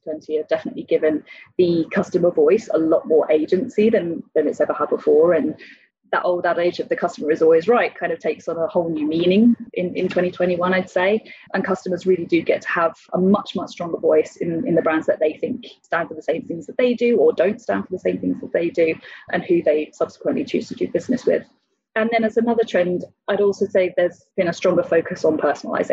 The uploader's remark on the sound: joined over Zoom